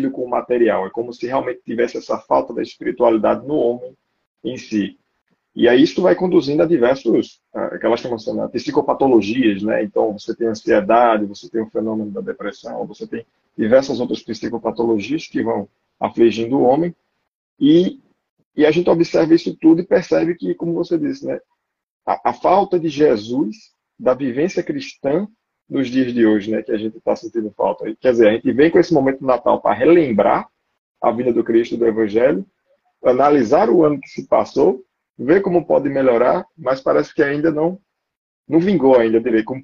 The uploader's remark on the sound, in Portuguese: Live realizada através do Instagram